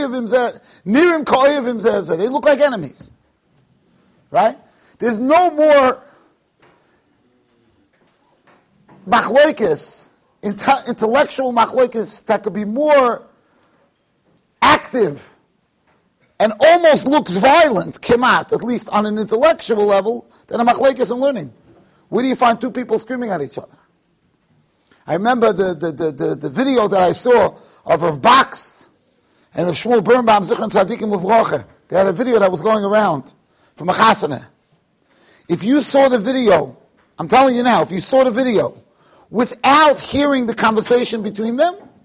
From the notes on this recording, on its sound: Shiur recorded in Yeshivas Ohr Reuven, Monsey NY.